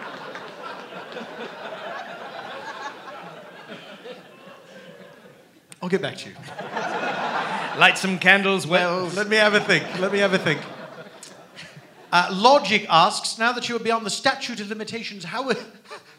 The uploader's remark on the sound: A special traveling edition of The Dead Authors Podcast. Recorded Live at The Bumbershoot Festival in Seattle, WA.